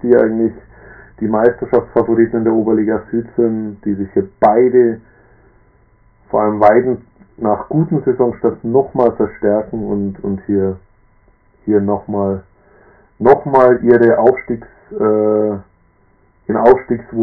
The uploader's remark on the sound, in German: Diesmal auf Grund von Terminen wieder allein. Leider nochmal mit Tonproblemen zu kämpfen, auch wenn er das Mikrofon wirklich nicht im Mund hat.